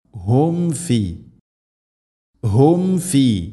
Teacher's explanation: സുക്കൂനുള്ള മീമിന് ശേഷം ഫ വന്നാൽ രണ്ട് ചുണ്ടുകൾ തമ്മിൽ തട്ടിച്ച് മീമിനെ പൂർണ്ണമാക്കണം